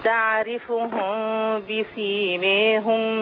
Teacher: بس خلي بالك من غنة الإخفاء الشفوي